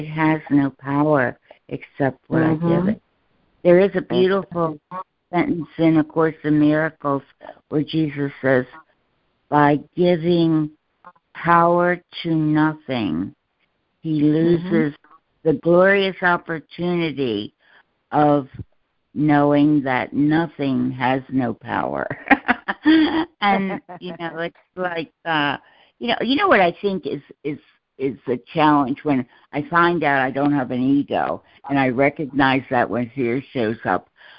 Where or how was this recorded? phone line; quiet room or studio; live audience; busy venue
phone line